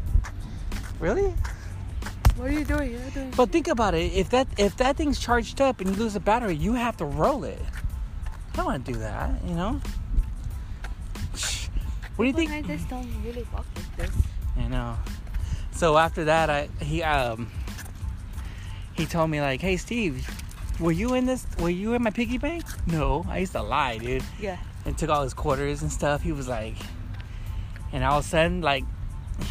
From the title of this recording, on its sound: chatting at the beach while we do some walking